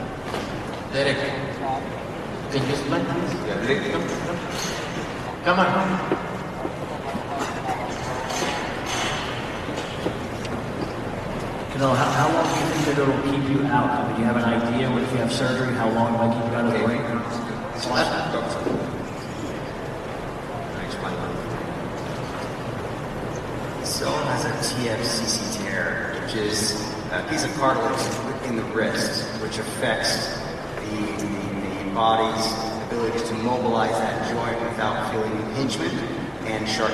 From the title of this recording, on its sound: Post Fight Press Conference